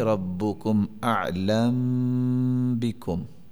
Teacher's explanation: ایسی میم کو ساکن کرتے ہوئے فتخفى تنزلا، اخفاء کے غنے کے ساتھ اس کو پڑھیں گے، یعنی اخفاء شفوی کریں گے · اس میم کو ساکن کر کے اخفاء شفوی ہو جائے گا سوسی کے لیے